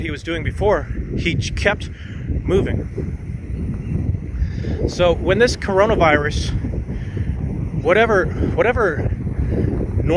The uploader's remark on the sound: I recorded it while walking along the beach near where I live on the oceanfront of Virginia Beach, VA. I thought since it wasn't that windy, maybe it would be okay. I think it was until I turned around, and the wind was coming right at me. It may be a bit difficult to listen.